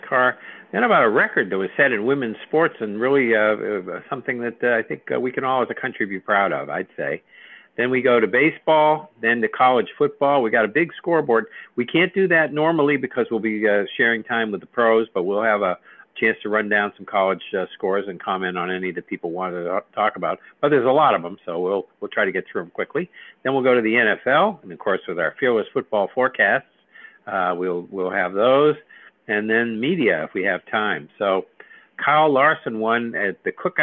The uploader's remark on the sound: take your live calls